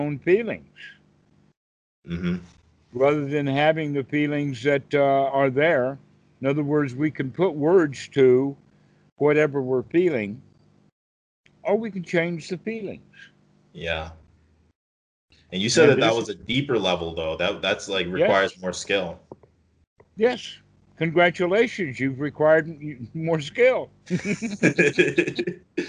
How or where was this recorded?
video call